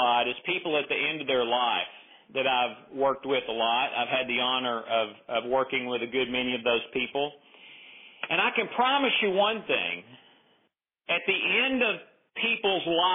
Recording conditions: phone line